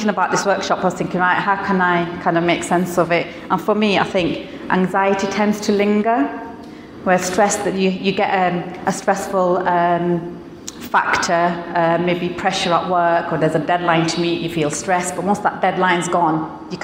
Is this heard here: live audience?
yes